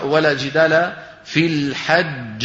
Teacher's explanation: تنبيه: إذا أدغم حرف من حروف القلقلة في مثله أو مجانسه فلا يقلقل، المدغم يعني، يعني ما بتقول، لما بدك تقول الحج، ولا جدال في الحج، الجيم الأولى ما فيها قلقلة، لو قلقلتها بينفك الإدغام، لو قلقلتها وقلت في الحجج شو صار انفك، ما حدا بيعملها هي.